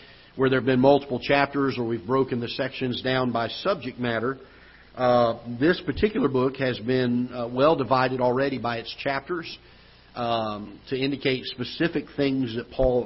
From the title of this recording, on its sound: Ketha Heights Baptist Church ~ Live Broadcast